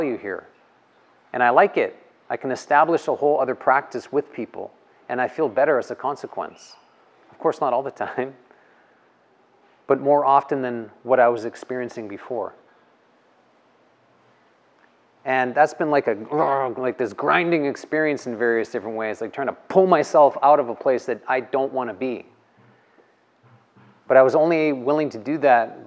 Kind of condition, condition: setting, live audience